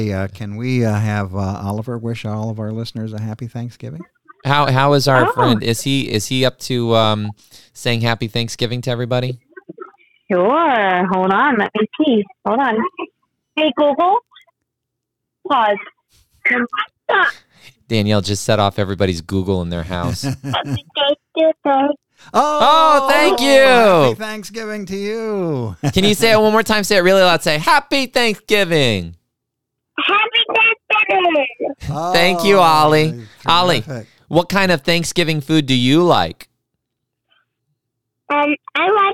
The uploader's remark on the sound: make a surprise phone call